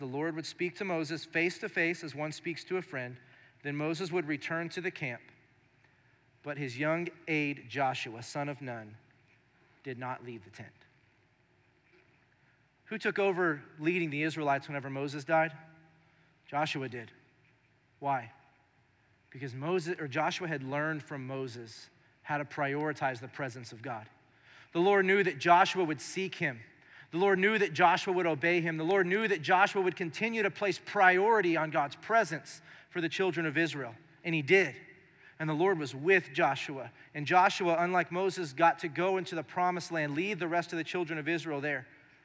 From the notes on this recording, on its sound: Recorded live during our Sunday morning service